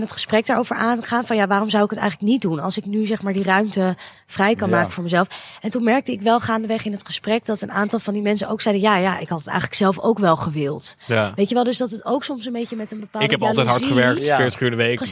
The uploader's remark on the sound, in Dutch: Deze laatste aflevering van het seizoen namen we op bij Beeld & Geluid in Hilversum tijdens de podcast marathon van Dutch Media Week.